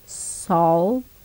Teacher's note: Tjockt L. Förekommer i slutet av ord samt framför konsonant.